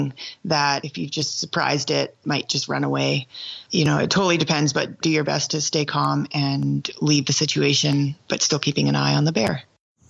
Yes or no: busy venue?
no